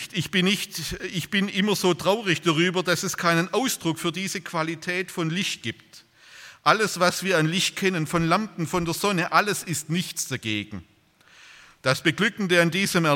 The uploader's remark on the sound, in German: bei einer Veranstaltung der Liebenzeller Mission